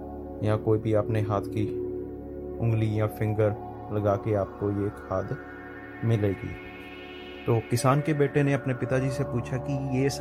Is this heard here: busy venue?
no